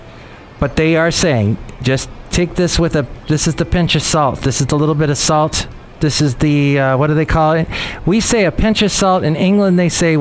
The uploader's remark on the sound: podcasts live from Café Anyway